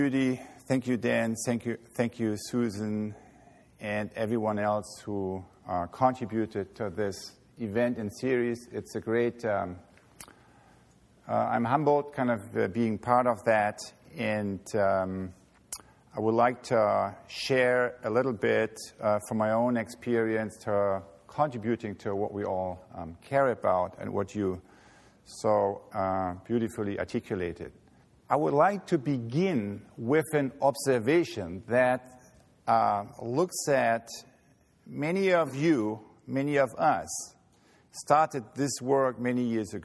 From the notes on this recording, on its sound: He delivered this speech at the 33rd Annual E. Schumacher Lectures.